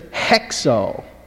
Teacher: the future is hexo. You've got a rough breathing all of a sudden.